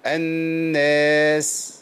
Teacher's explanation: السين بقى ساكنة هنا، يبقى فيها الهمس يبان